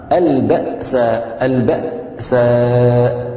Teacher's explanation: هنا همزة ساكنة بين حرفين مستفيلين مرققين، الهمزة ترقق يعني طبعا حال يعني بشكل يعني عادي وتلقائي.